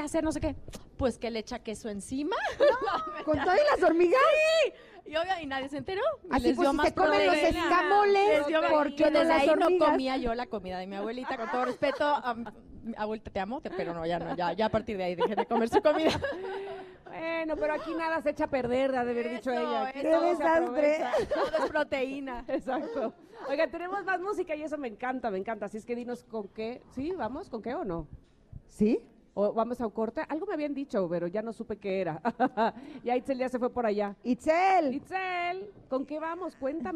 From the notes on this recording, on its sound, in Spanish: Celebramos juntos con nuestros conecters el tercer aniversario del programa, completamente en vivo desde el salón La Maraka.